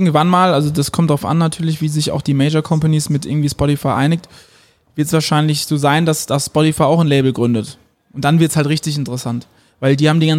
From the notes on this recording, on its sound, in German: beim zweiten Bargeflüster im Tiffany in Mannheim aufgenommen.